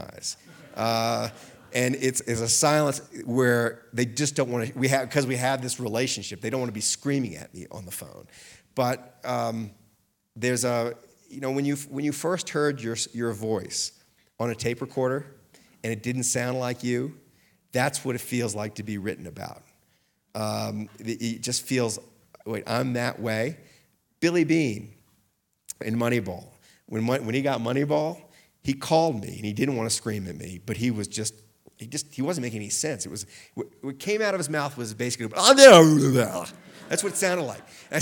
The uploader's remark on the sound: Recorded live at Aspen Words.